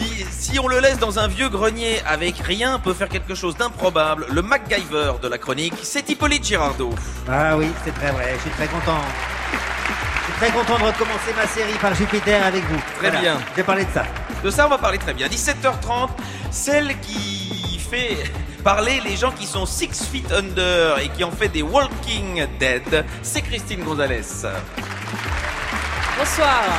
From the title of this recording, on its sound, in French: En direct du festival Séries Mania à Lille